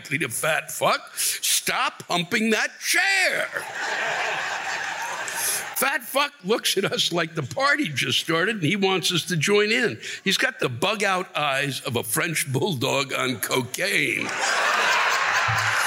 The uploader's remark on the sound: Whisking everything to Austin, TX where he set up shop at the Moody Theater (where they tape the iconic Austin City Limits).